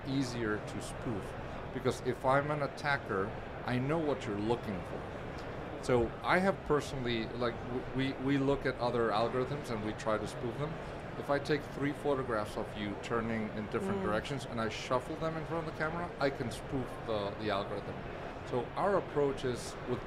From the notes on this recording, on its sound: Recorded at Money 20/20 in October 2022.